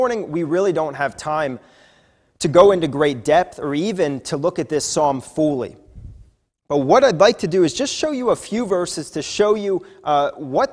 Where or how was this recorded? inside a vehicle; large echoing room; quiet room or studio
large echoing room